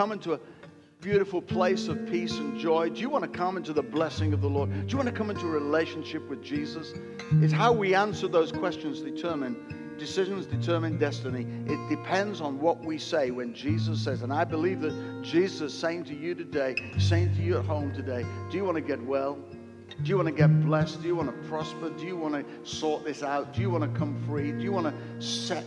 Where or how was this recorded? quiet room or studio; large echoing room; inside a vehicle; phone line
large echoing room